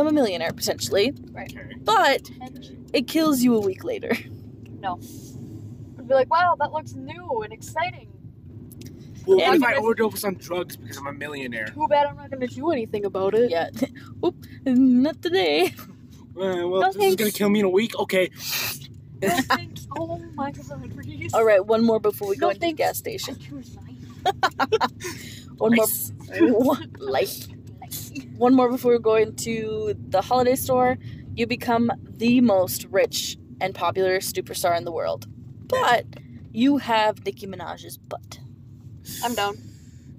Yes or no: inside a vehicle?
yes